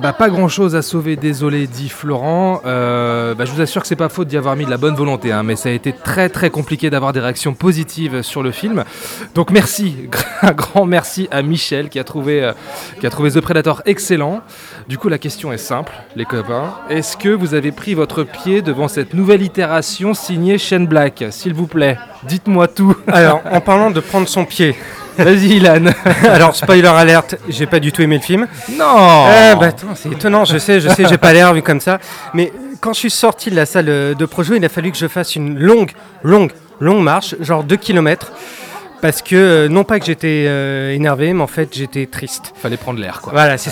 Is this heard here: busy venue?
yes